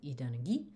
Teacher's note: that present tense marker e, which voices that initial t. And so we end up with idanagi, with stress on the final syllable because of that Spanish aquí.